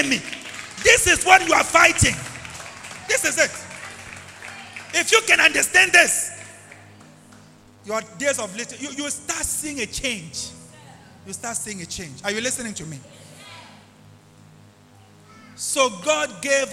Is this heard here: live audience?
yes